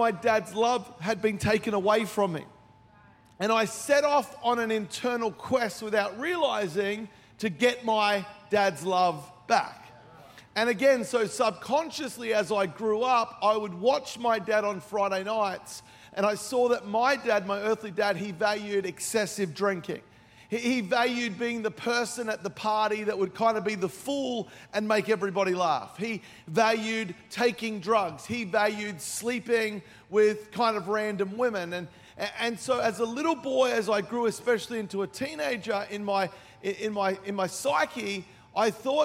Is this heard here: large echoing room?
yes